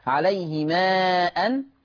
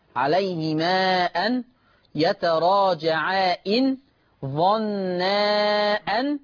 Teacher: مد منفصل فيه الإشباع قولا واحدا · Term: المد المنفصل